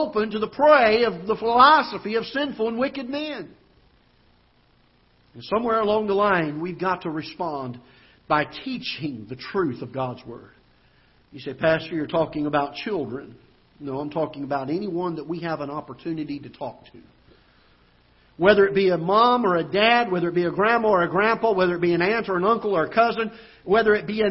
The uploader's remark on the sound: Ketha Heights Baptist Church ~ Live Broadcast